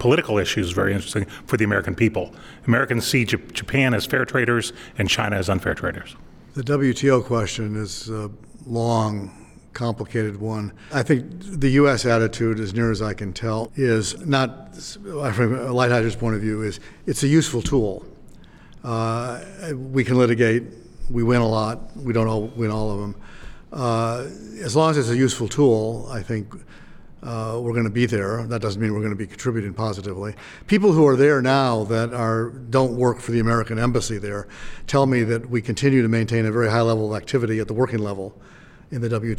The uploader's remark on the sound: Record in front of a live audience of members from the LGBT Professionals in International Trade (GATT) and the Association of Women in International Trade (WIIT).